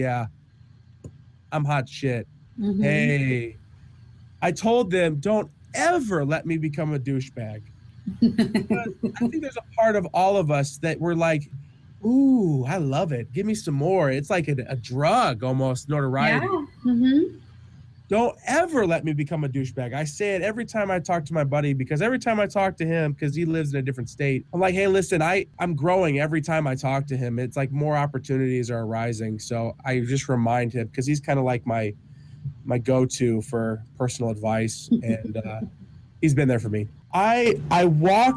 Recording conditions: outdoors